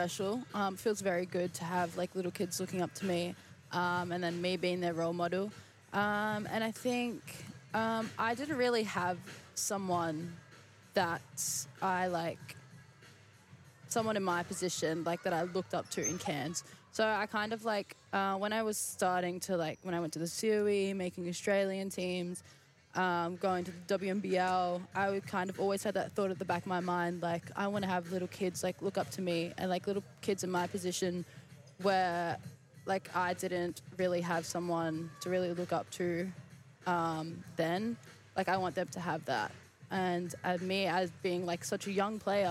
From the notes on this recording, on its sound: Pink Hoops LIVE from Qudos Bank Arena.